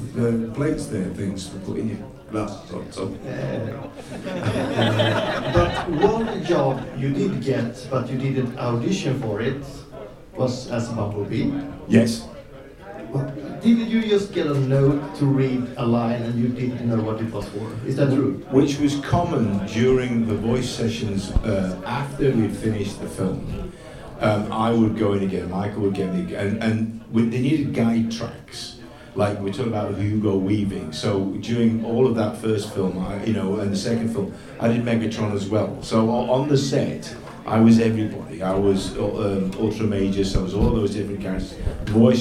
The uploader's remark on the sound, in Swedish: Livepod Retcon 2023. Stor lokal med många deltagare så ljudet är inte det bäst.